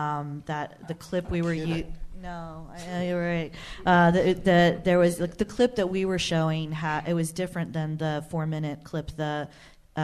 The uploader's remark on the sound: Panel Discussion at DCJCC